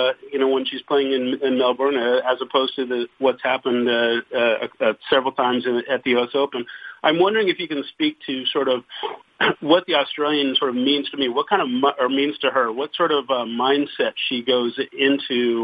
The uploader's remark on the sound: Australian Open Conference Call